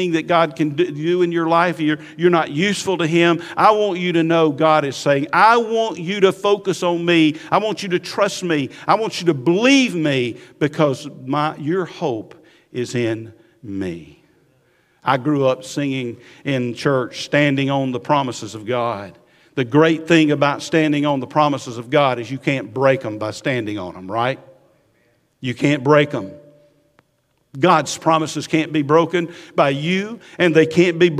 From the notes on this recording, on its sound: Recorded at Highland Baptist Church, Molino FL